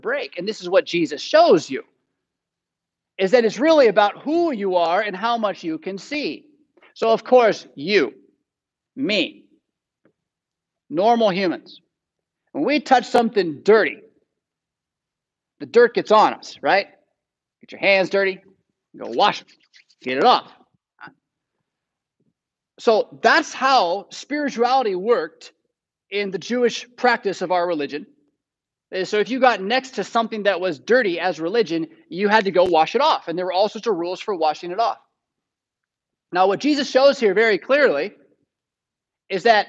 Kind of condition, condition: setting, large echoing room